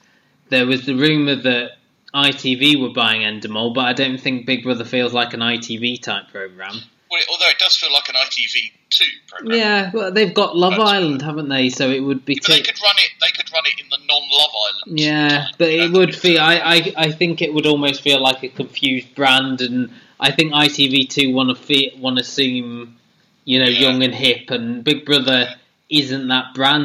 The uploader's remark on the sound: Apologies in advance for the audio inconsistencies.